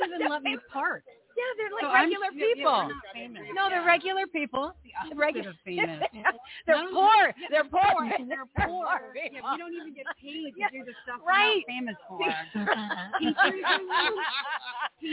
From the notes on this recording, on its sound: LIVE FROM REAWAKEN TOUR IN PHOENIX